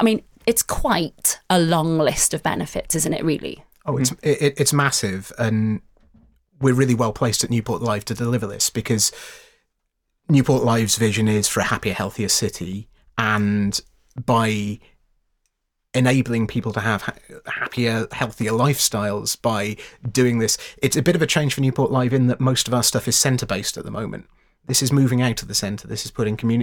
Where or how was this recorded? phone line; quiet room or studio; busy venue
quiet room or studio